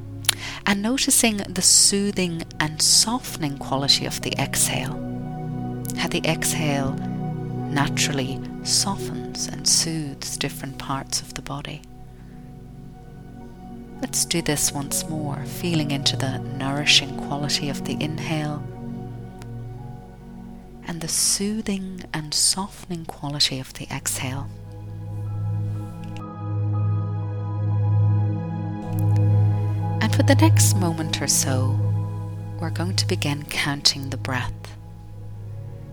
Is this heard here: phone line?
no